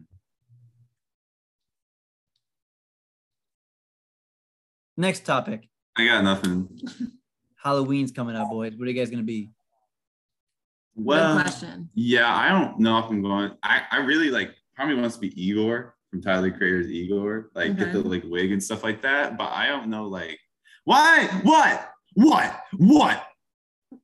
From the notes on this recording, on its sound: Sorry about it being short and poor audio we did it through zoom.